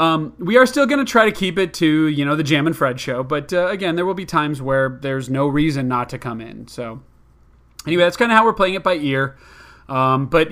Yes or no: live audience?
no